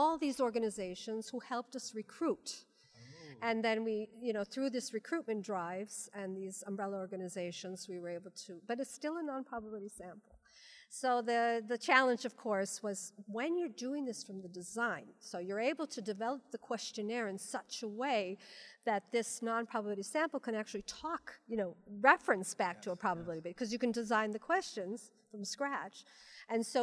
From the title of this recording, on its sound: Live From the WSC